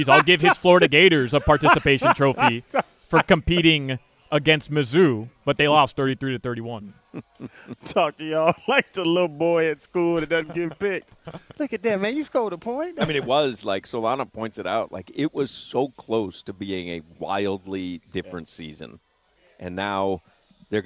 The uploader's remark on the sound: joins the show live from Twin Peaks